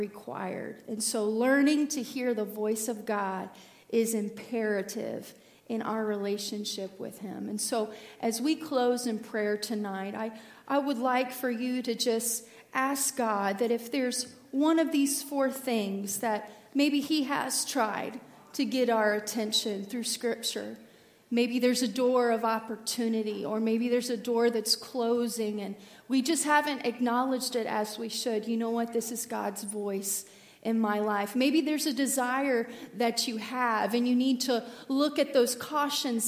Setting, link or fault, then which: setting, large echoing room